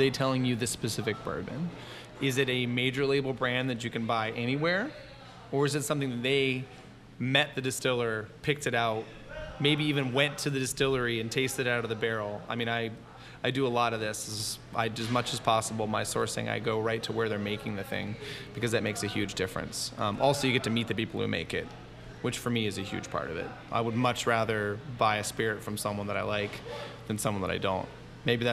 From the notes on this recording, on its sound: This interview was recorded at a really cool spot called Rustico in Ballston, just across the river from DC, so please enjoy the audio verite that comes from recording on-location. This interview was recorded at a really cool spot called Rustico in Ballston, just across the river from DC, so please enjoy the audio verite that comes from recording on-location.